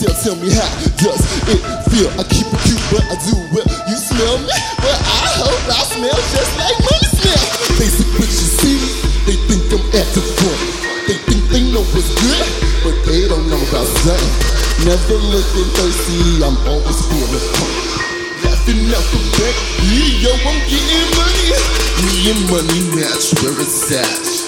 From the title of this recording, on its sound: Live from SXSW